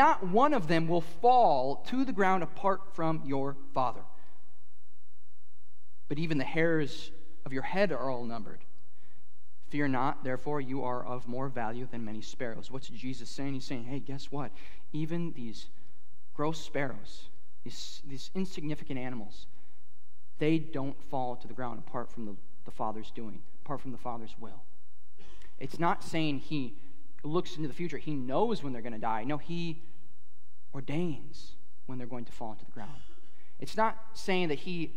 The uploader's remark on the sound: at Harvest Plains Church in Mapleton, ND